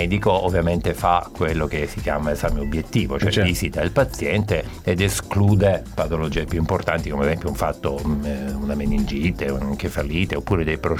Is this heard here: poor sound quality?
no